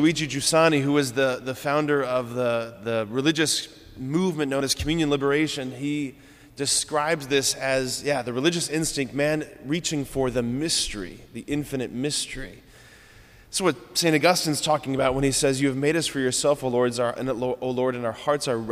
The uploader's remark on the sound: preached this homily on May 17, 2023 at Sacred Heart of Jesus Catholic Church in Wadsworth, OH